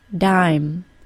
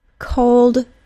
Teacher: make sure you have greater aspiration for the unvoiced stop · Shown in: second take